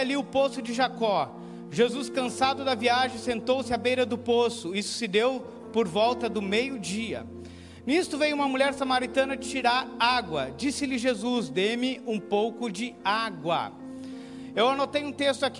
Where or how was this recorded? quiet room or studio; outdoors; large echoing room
large echoing room